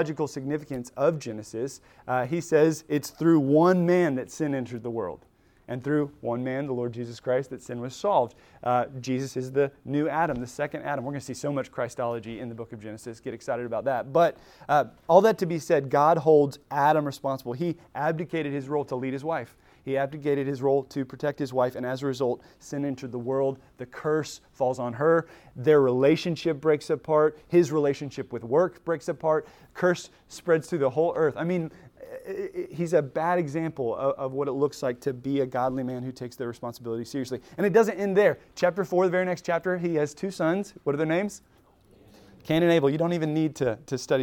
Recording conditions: large echoing room